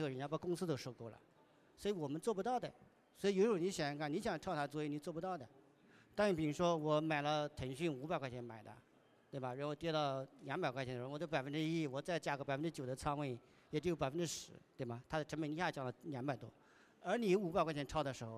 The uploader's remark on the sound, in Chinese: 在2023雪球嘉年华的“第二现场·厚雪场”。活动展台被观众层层裹住，没抢到凳子站着听完全程的观众占了半数。我们注意到现场有好几位观众时不时用纸笔记下要点。